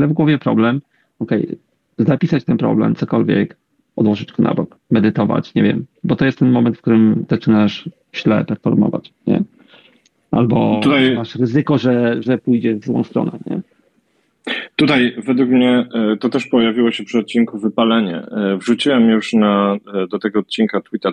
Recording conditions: video call